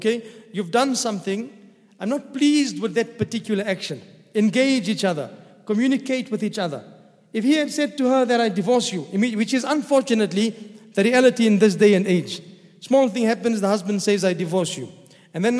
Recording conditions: large echoing room